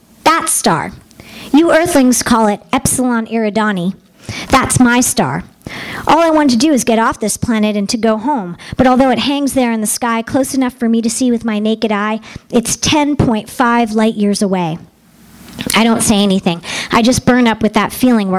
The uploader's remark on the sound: THIS EVENT WAS RECORDED LIVE AT SKYLIGHT BOOKS OCTOBER 25M 2011.